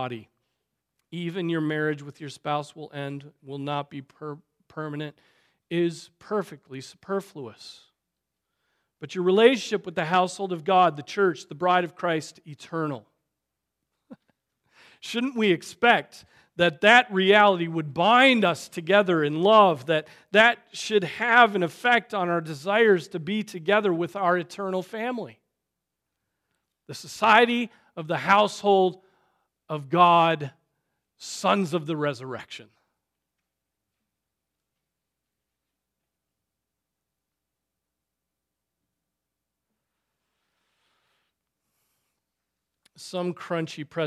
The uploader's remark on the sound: Preached on December 10, 2023 at Trinity Presbyterian Church ( Evangel Presbytery ) in Spartanburg, SC.